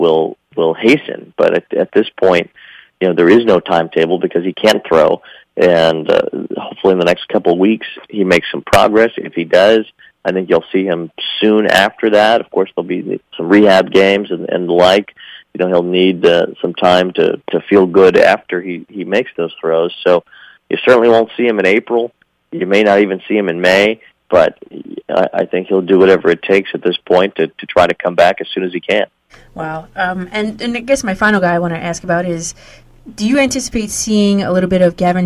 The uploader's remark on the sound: calls in to the show